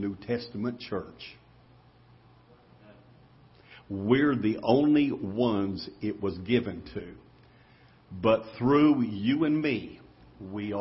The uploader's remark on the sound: Ketha Heights Baptist Church ~ Live Broadcast